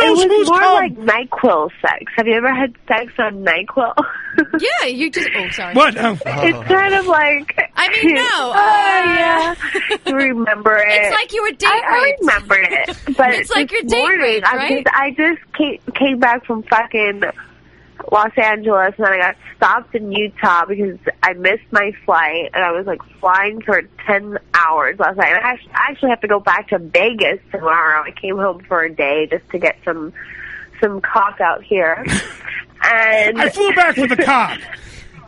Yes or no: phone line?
yes